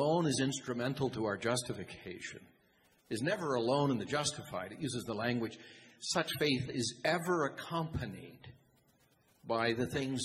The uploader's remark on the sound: The Pastors share part of the Q&A from the Reformation conference that took place this past weekend in Boise.